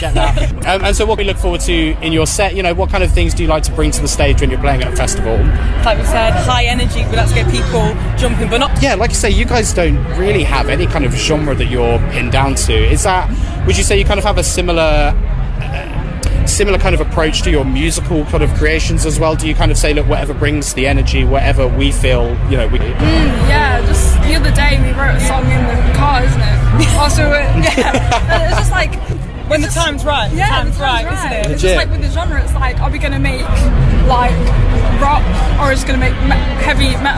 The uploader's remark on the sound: recorded at this year's Reading Festival